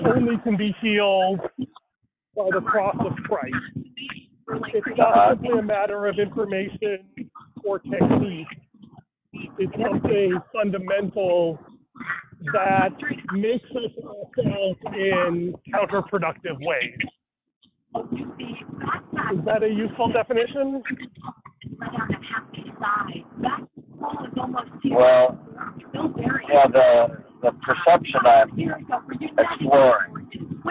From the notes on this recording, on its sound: struggles with broken audio